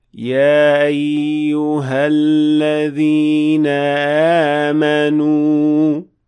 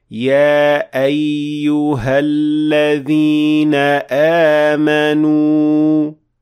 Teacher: Instead, you should always make sure that you're making that cutting sound of Hamza produced by closing down the vocal cords completely · Shown in: second take